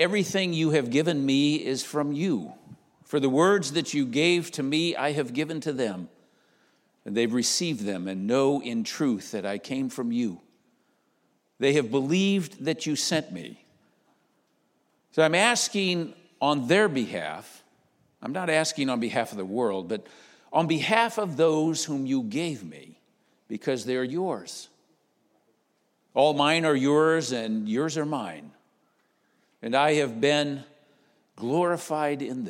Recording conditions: large echoing room